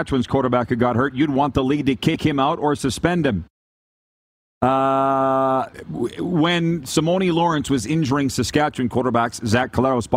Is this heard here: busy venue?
yes